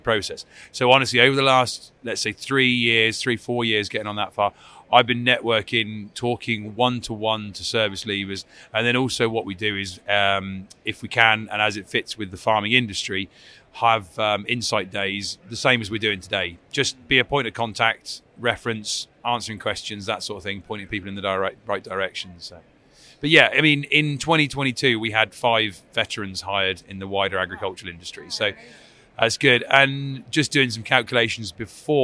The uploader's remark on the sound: Recorded at LAMMA 2023